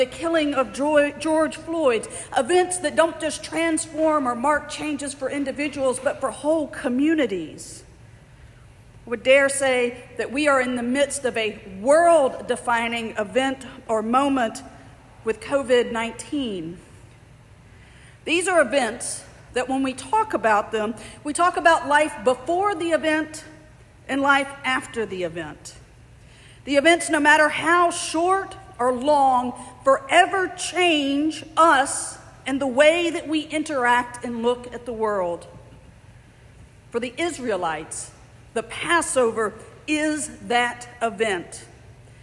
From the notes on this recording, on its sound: Andrew's Birmingham as they resumed inside, in person (physically distanced) worship this morning. The recording is from the morning service at St.